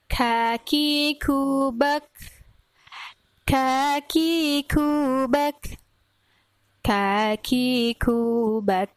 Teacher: Seharusnya ada aliran udara yang keluar saat pelafalan huruf kaf.